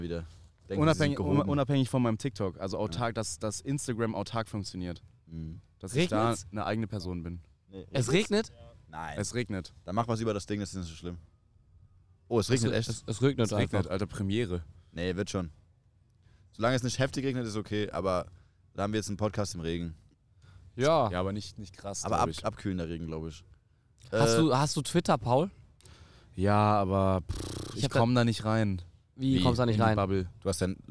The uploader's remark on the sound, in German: Wir sind auf dem Deichbrand Festival auf dem Campingplatz.